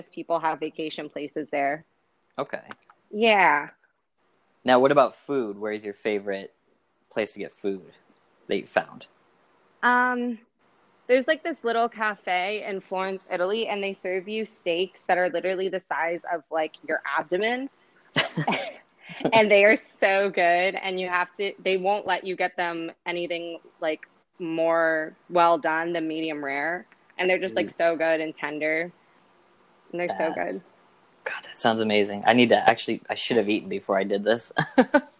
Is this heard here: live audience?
no